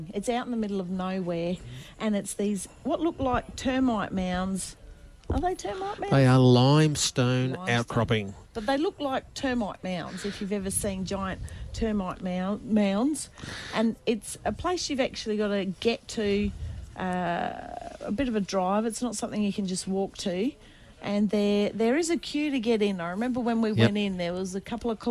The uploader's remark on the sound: Touring along WA coast Gascoyne to Margaret River. Live to air Outside Broadcast. Hills Radio 88.9FM.